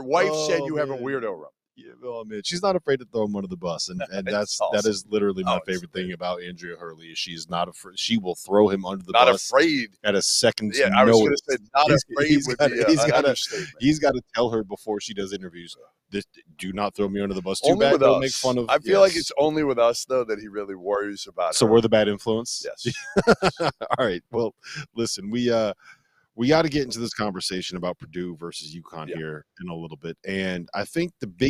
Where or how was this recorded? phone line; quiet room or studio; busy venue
busy venue